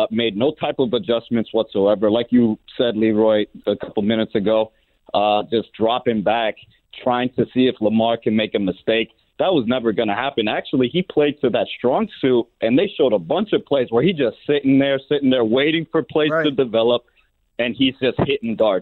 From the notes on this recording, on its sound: We hit the Phone lines to let Fins Nation Vent.